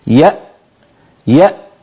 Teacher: فنجد بين الوترين الصوتيين ينقفلان تماما ولا يبقى مجال لمرور ذرة من الصوت · Term: همزة ساكنة